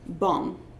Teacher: the voiced velar nasal ng